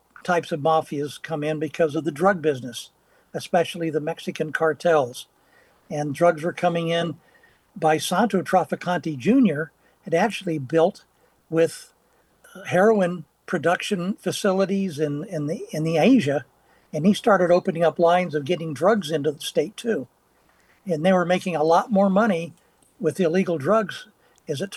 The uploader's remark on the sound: We’ll stop by the Mills 50 district to hear the sounds of the 2024 Lunar New Year Parade